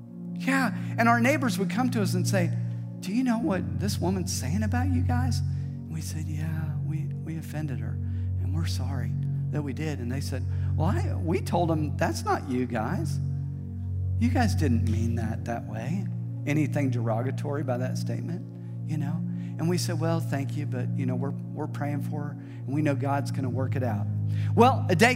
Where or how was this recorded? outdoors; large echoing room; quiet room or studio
large echoing room